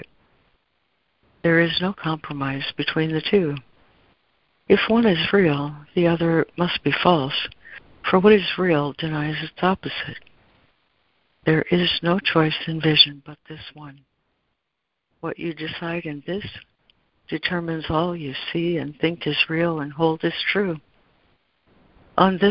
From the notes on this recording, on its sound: ACIM Daily Conference Call